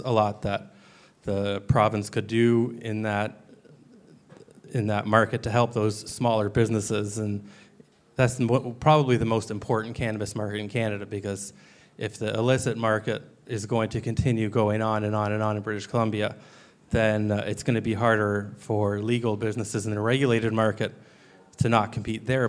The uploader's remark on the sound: This time around we’re publishing a live-recorded panel discussion moderated by local cannabis accelerator program Leaf Forward as part of our new monthly Cannabinoid Futures speaker series.